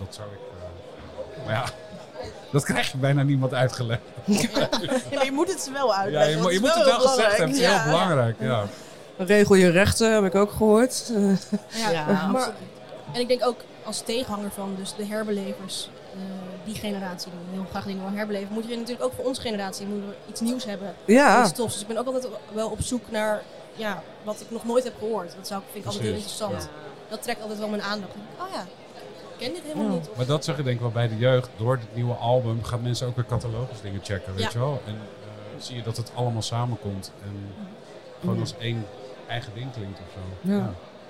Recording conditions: busy venue